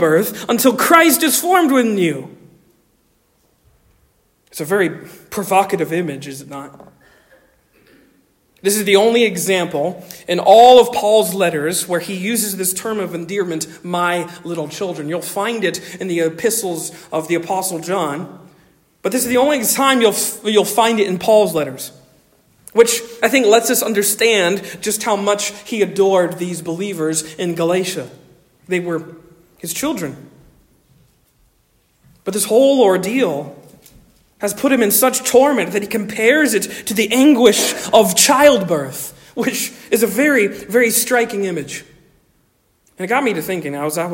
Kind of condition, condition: setting, large echoing room